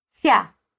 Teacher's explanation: quando a gente tem sílabas formadas por I, A em espanhol, o som é ya, com ênfase na A, porque ela é a vogal forte entre essas duas.